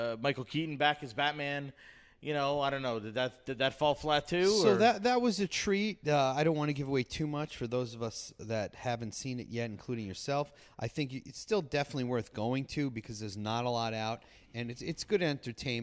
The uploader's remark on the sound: Live on location from the Sagamore Hotel at Lake George in Bolton Landing, NY.